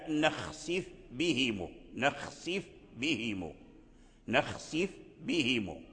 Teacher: إذن لا بد أن تركز على مخرج الفاء أولا، فتخرجه من مخرجه الذي لائق به، ثم تنتقل إلى مخرج الباء، مخرج الباء من الشفتين، الفاء من باطن الشفة والباء من الشفتين